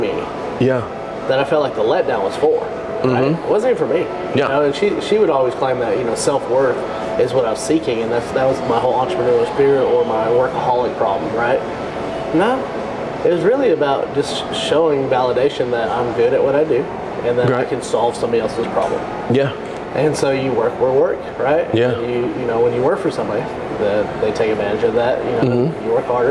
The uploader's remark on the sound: LIVE” At Beaubeaux Bourbon & Biscuits